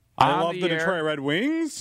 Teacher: You just have to go up in the last syllable. You have to go up an octave. · Term: inflect up